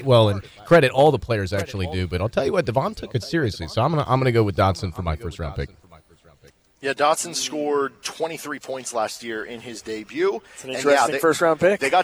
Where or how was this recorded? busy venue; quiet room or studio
busy venue